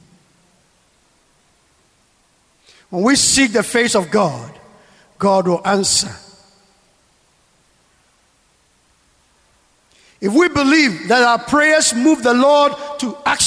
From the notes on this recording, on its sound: Sermon preached at CBC Shiashie Campus